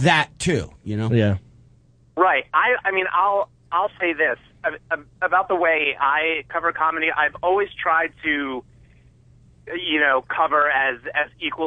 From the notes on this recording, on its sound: Then they take two phone calls.